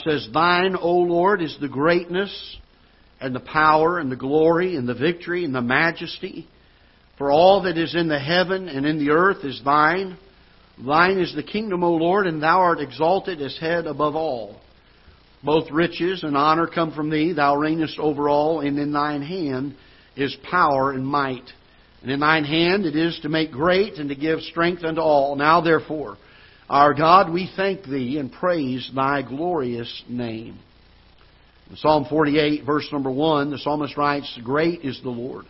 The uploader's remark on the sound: Ketha Heights Baptist Church ~ Live Broadcast